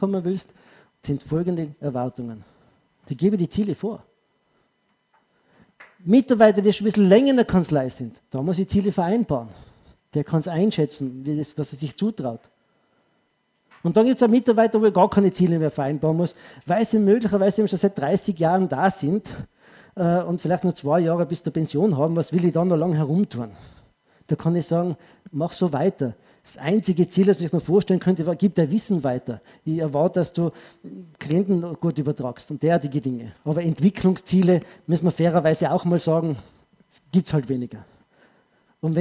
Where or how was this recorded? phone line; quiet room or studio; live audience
live audience